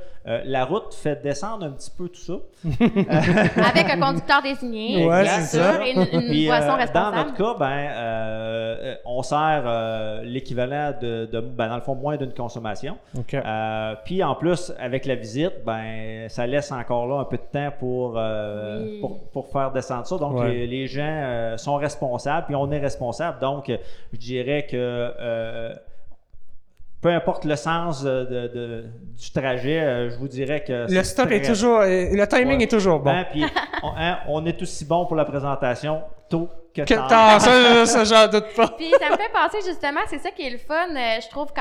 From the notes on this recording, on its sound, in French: Le premier épisode de la Virée a étéenregistré à la Distillerie Ste-Sabine.